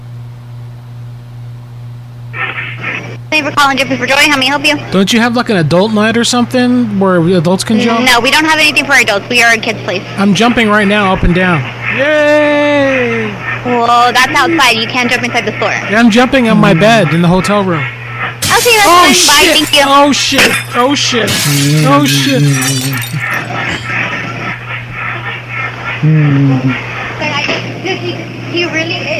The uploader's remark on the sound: there’s a horrible buzzing sound throughout this entire episode